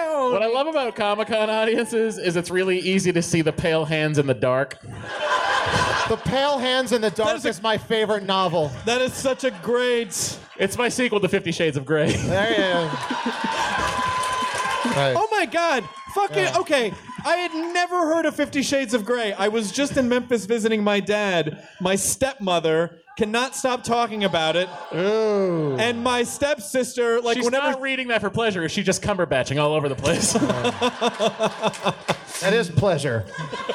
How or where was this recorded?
live audience